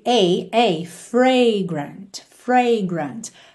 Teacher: percebe que esse som da primeira letra A é o A aberto